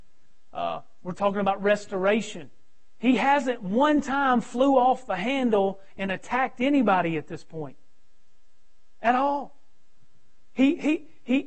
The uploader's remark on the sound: preaching at Victory Way Baptist on Sunday night 6-14-2020